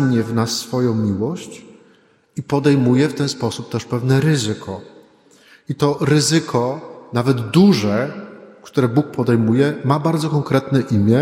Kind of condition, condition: setting, large echoing room